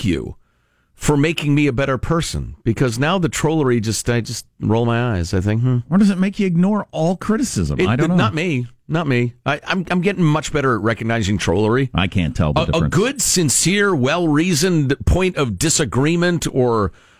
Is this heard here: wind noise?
no